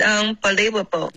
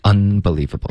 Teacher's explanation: Un 发成了 un，用了一个后鼻音，应该是顶舌尖的 · Shown in: second take